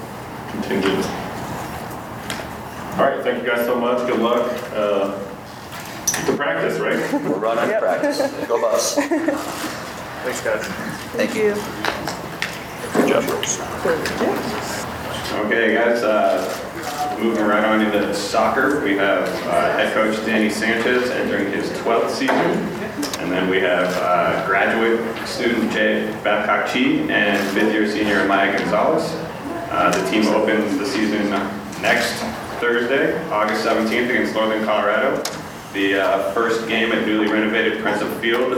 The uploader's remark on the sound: CU Fall Sports Media Day Press Conferences.